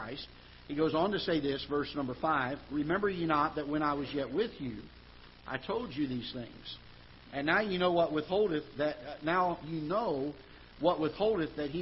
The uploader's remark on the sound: Ketha Heights Baptist Church ~ Live Broadcast